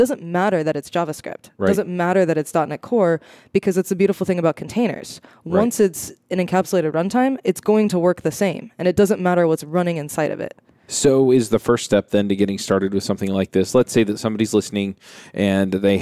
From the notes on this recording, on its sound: Coming to you live from the podcast booth at Microsoft BUILD